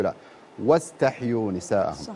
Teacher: لاحظ النبرة هذه واستحيوا هذا خطأ. صحيح تبدو بواو خالصة بدون ما تدفع عليها بالحركة هذه اللي قبلها